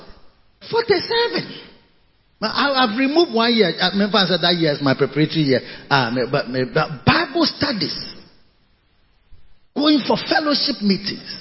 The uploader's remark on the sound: Preached at the Covenant Sunday Victory Secrets Service - Makarios Cathedral, HQ. Preached at the Covenant Sunday Victory Secrets Service - Makarios Cathedral, HQ.